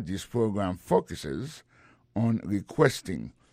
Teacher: dans mot focus là, accent tombé sur premier syllabe là